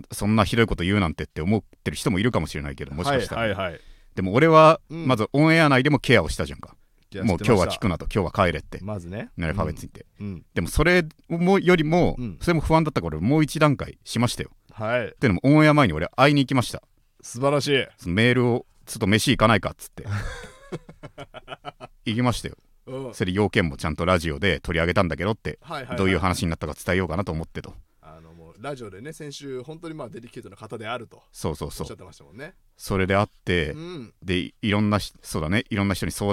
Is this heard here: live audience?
no